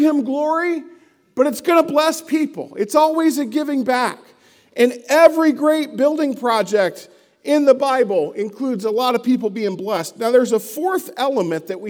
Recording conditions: large echoing room